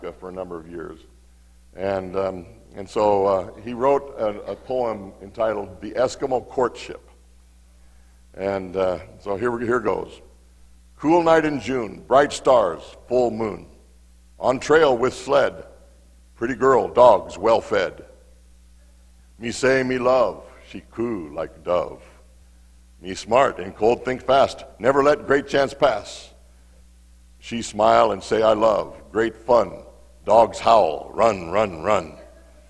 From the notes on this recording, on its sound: Mt. Zion Church Live!